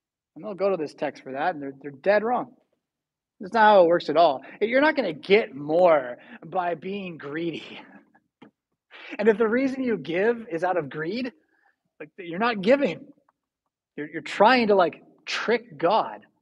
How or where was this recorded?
large echoing room